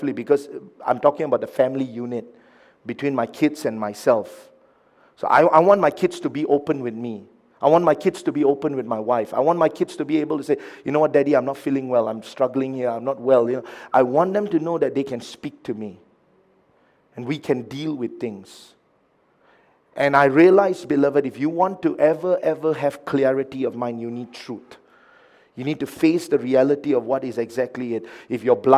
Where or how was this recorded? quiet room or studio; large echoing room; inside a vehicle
large echoing room